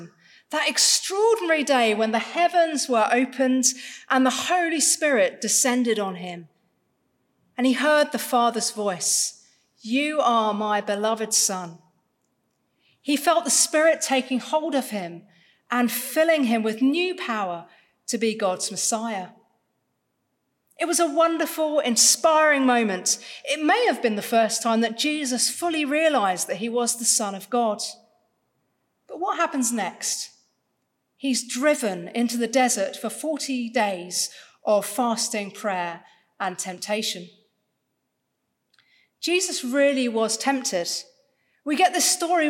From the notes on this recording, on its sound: Our service for service for the First Sunday of Lent from St Peter & St Paul's Rustington.